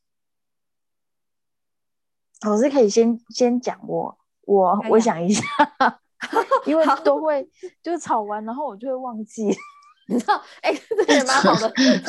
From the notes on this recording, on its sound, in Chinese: 聊聊好心芹ZOOM線上公益講座。